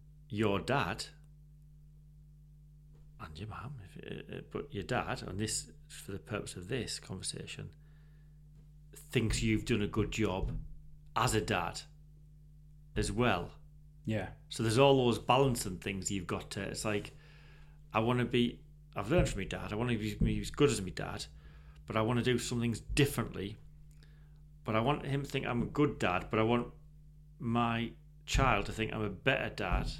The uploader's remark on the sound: Apologies for the low hum feedback in this episode, I believe this was caused by my charging cable to the MacBook.